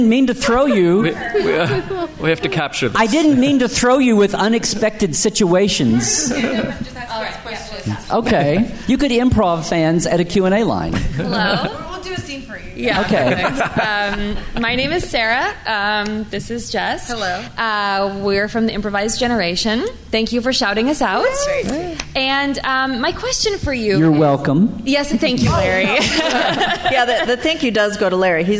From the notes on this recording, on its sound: We bring you the fun from the stage. "live" from San Diego Comic Con 2017.